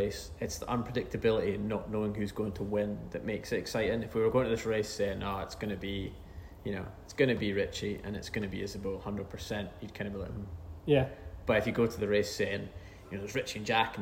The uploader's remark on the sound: Someone has let us record the podcast in a brewery! Report in from Tempest Brewing Co.